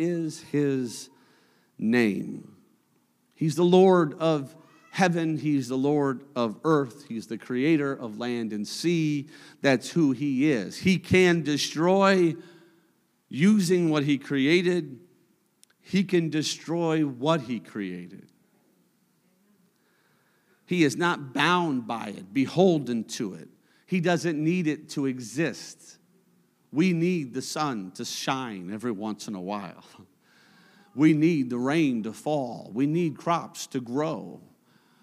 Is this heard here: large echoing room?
yes